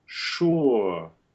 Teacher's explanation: We have ur, as in sure, with the open flying U as the nucleus, the main part of the diphthong.